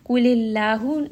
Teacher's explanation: name of Allah here is light because the letter before has كَسْرَة